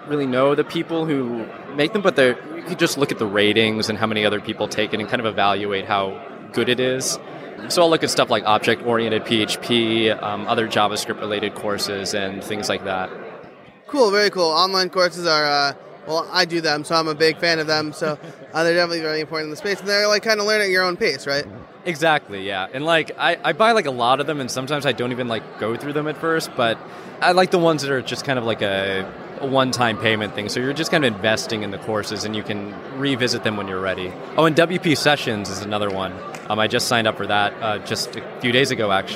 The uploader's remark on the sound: Special Episode: Live from WordCamp US 2017. In this very special live episode, I had the opportunity to interview WordCamp US attendees.